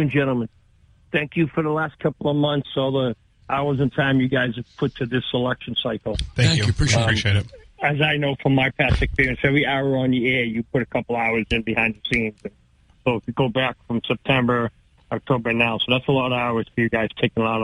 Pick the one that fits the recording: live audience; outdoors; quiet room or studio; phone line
phone line